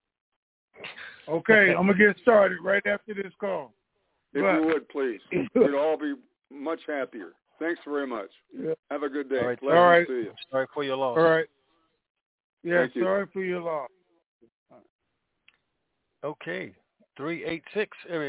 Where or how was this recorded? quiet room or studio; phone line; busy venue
phone line